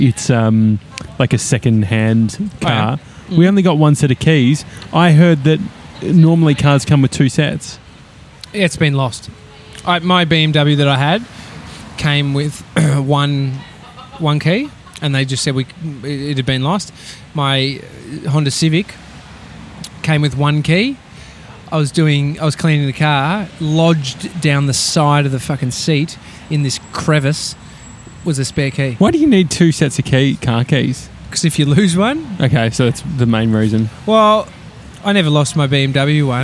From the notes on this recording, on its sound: live from outside Piccolina Gelateria on Smith Street in Collingwood.